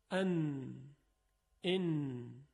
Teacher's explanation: وقتی ما نون رو تلفظ میکنیم صدای نون از حفره های بینی خارج میشه، از خیشوم. خیشوم انتهای حفره های بینی هست که صدا از اون خارج میشه و به صورت غنه هست.